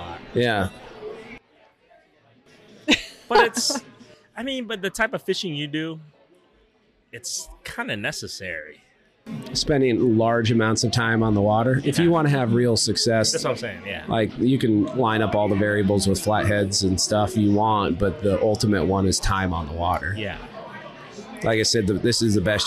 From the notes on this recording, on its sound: on location at Lucky Horse Beer and Burgers